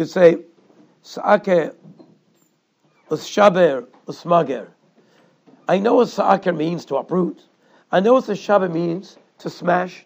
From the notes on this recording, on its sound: Shiur recorded in Yeshivas Ohr Reuven, Monsey, NY.